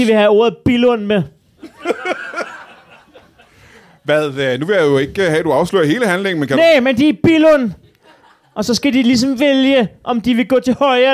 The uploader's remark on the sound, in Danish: Live fra Citizen i København. Ugens show er optaget på Citizen i hjertet af København foran et spillevende publikum.